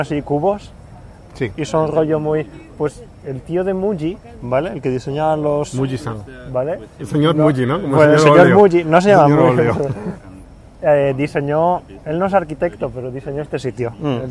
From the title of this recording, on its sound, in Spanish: Desde el Starbucks